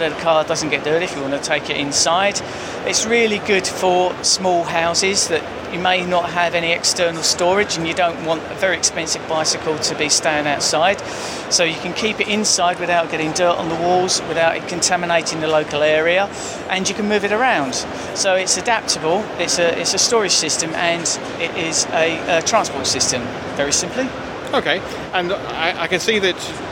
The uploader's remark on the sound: I chat with him as part of the British Inventors’ Project at Gadget Show Live